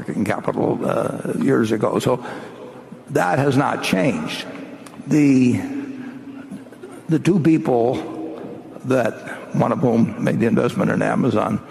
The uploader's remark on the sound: This is one of the highlights from the five hours of Q&A at the 2019 Berkshire Hathaway AGM in Omaha.